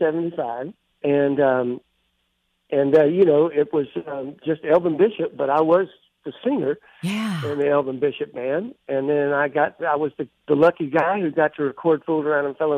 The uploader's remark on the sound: on the phone